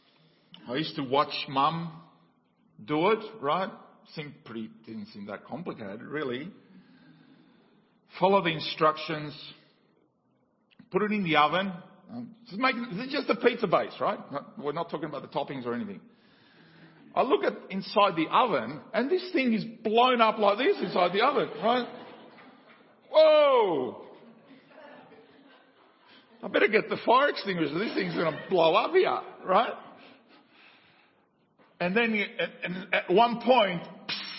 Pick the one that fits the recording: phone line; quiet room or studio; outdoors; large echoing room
large echoing room